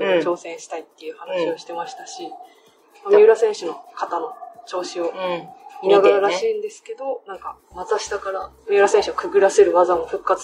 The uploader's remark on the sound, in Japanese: 担当記者が大会会場から練習や演技後の取材裏話をお届け。大会会場での収録により周囲の音が多く入っております。ご了承ください。